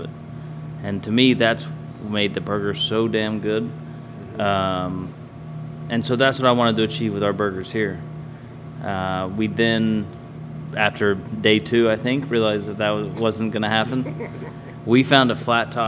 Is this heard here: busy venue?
yes